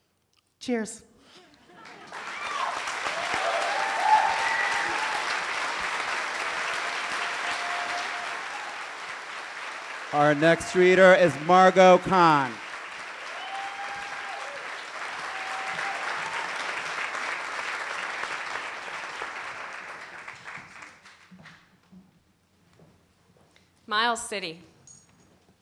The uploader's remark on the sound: They’re on the road with readings accompanied by, yes, whiskey and pie. We caught their Town Hall Seattle show at Washington Hall on November 15.